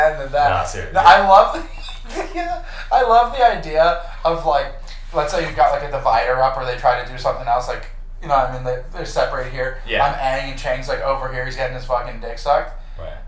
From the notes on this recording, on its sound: Great ep, horrible audio.